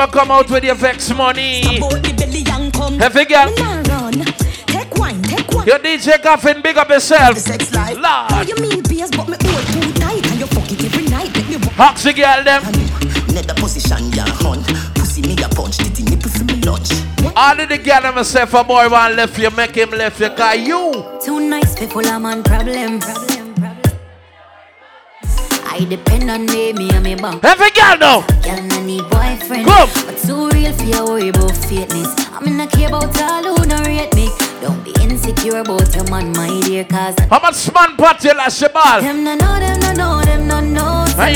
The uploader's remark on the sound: Live In Mary's Resort Bartica